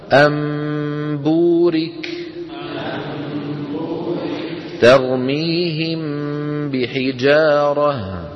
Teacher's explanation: تكون الغنة كاملة في النون والميم المخفاتين